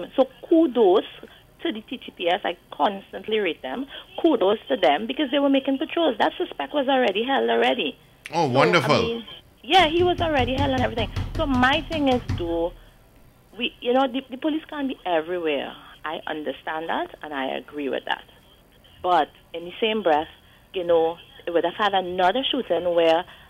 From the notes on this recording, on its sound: During this hour we take calls from our audience.